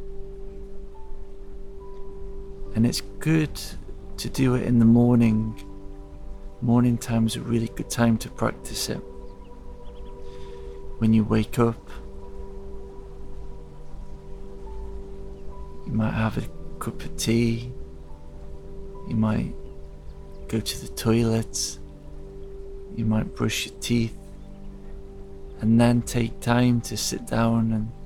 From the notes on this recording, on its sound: The podcast is recorded in the forest, and the soundtrack contains sound healing.